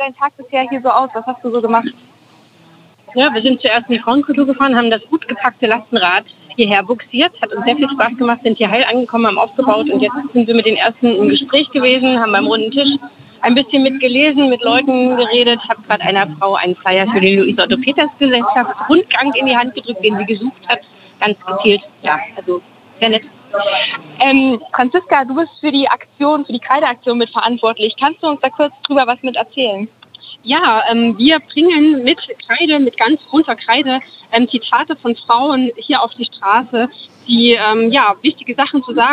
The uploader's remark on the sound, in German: In dieser Live-Reportage vom Leipziger Markt. Dieser Beitrag entstand live im Rahmen des Radiofestivals zum Leipziger Frauen*Festivals 2021. Bei Radio blau.